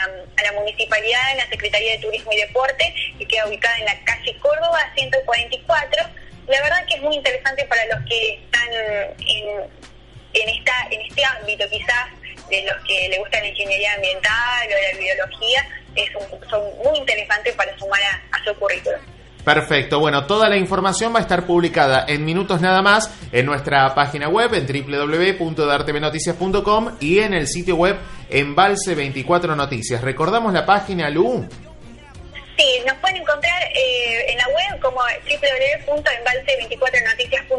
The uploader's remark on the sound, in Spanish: Móvil en vivo y directo desde Embalse, con actualidad de la región para el programa "Mejor de mañana".